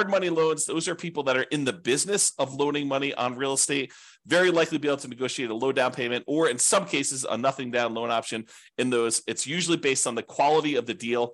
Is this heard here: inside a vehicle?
no